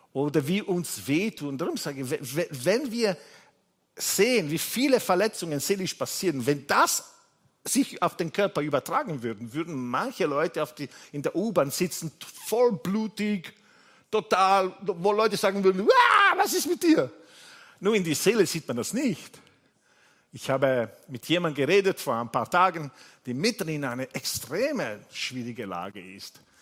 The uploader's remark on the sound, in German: Gottesdienst live aus der LIFE Church Wien.